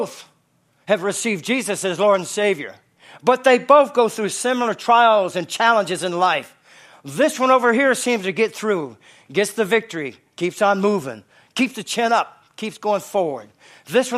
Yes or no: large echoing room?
yes